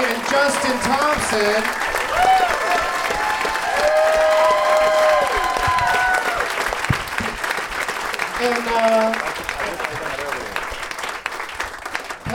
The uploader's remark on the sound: Live from the Punchline in Atlanta